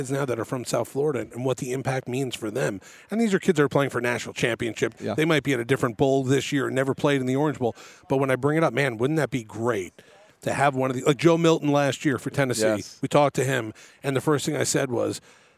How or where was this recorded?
busy venue